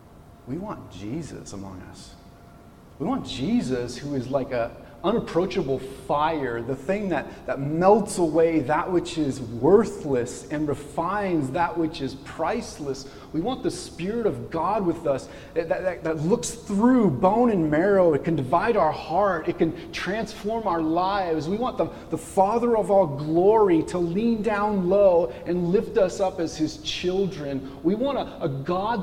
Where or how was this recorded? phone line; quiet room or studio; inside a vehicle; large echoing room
large echoing room